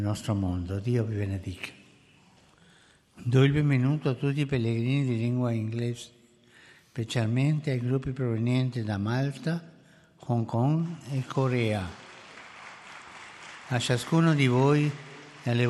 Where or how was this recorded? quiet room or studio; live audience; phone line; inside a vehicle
live audience